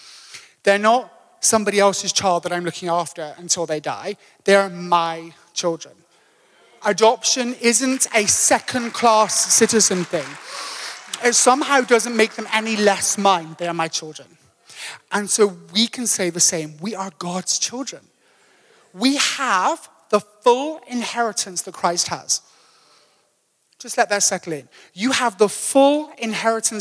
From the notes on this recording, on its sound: Table View AM. Recorded live on Sunday 18th June the 2023.